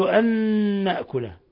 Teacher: فأضغمنا النون الأولى في النون الثانية فصارت نونا واحدة مشددة فيها غنة مقدارها حركتين من الخشوم · Term: إضغام بغنة